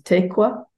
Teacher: So we can see also in the word for honey, which in modern day Purépecha is tequa, it's in the 1647 dictionaries is atequa. So we have this word initial vowel, which in the case of tequa, the word for honey, has been completely lost